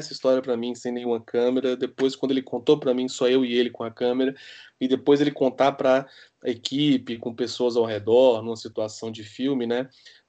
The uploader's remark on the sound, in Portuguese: em tempos de pandemia e gravações à distância